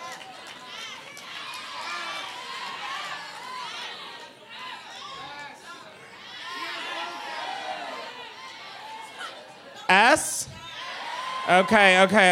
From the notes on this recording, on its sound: Live from the Punch Line in Philly. Gets wild with the audience.